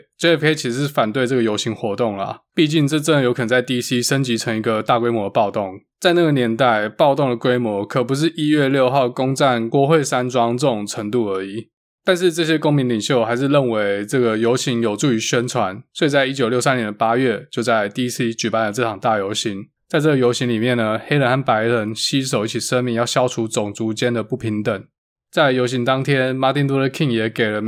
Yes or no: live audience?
no